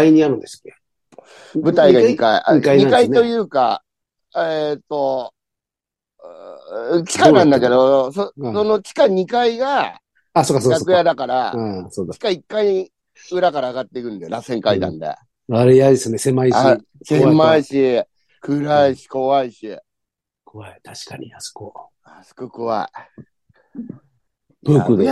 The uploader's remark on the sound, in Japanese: ZOOMで収録